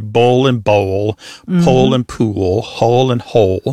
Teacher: And that L at the end of the syllable is what is known as a dark L. So the physical act of pronouncing that dark L kind of requires the back of the tongue to raise toward your soft palate. And that movement of the tongue pulls the vowel that comes before the L in a new direction.